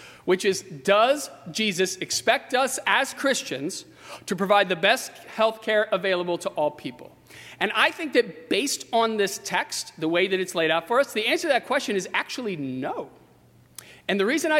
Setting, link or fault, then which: setting, large echoing room